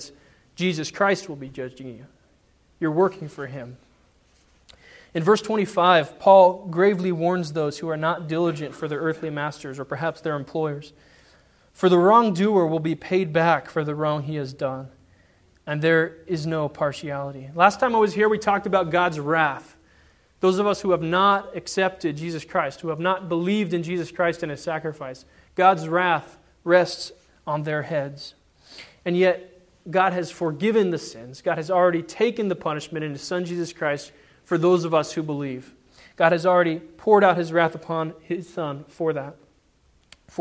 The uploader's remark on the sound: Sermon preached on Sunday, March 21, 2010 at the Church of the Good Shepherd in Glendora.